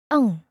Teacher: It's like pronouncing N for November or M for mother, right around the area in the mouth where you pronounce K and G. In Indonesian, this is spelled NG, pronounced ng. · Term: velar nasal